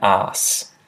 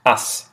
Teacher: They're the different ways of pronouncing those two words, so I think it's pretty much exactly the same vowel sound, except that arse is prolonged and us is incredibly short. · Term: prolonged vowel